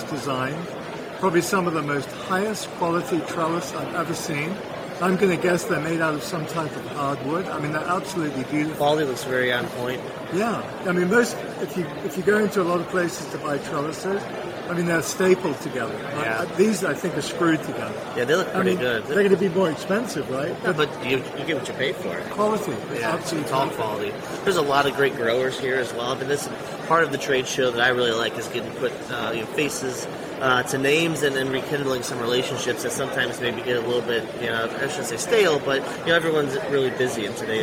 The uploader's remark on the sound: LIVE from MANTS